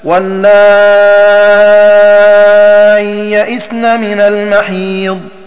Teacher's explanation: بياء ساكنة بعد الألف من غير همز وصلا ووقفا ويمدان الألف حينئذ مدا مشبعا للساكنين